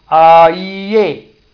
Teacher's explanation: So you see, it starts from a, goes to e, and then goes to a. Aiye. So a is position one, e is position two, and a is position three. · Term: triphthong